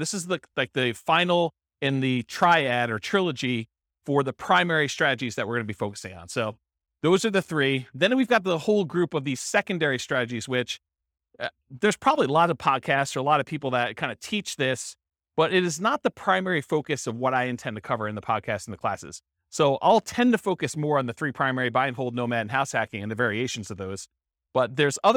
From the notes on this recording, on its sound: This was a live class recorded.